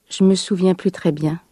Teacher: Так называемое немое «э» в местоимении «же», а также первая часть отрицания «не» опускается, исчезает.